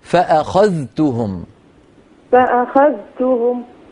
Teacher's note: إذا قلت فأخذتهم هذا ورش. حفص يظهر الذال عند التاء فيقول فأخذتهم.